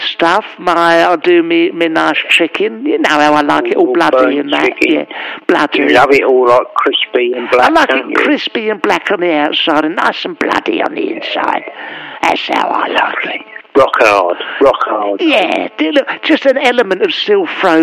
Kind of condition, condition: link, phone line